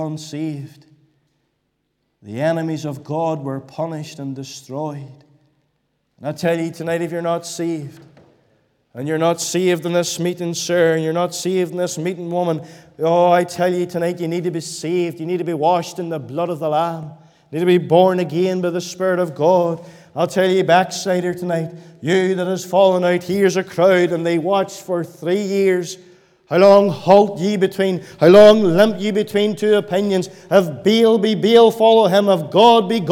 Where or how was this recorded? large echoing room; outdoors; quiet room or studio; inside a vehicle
large echoing room